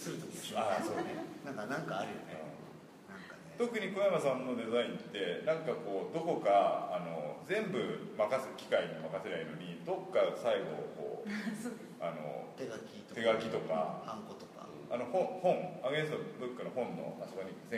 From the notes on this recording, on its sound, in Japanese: 会場：金沢美術工芸大学 展示室。OUTBOUNDー彫刻シンポジウム外伝 のトークイベントの録音です。